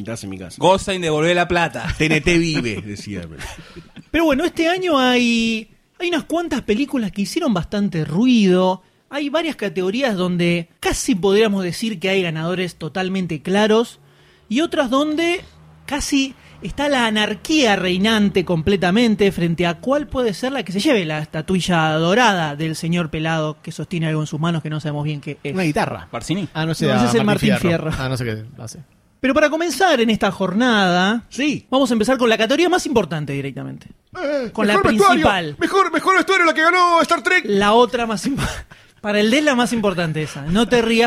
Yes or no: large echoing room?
no